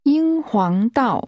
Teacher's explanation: The tones are high level, rising and falling.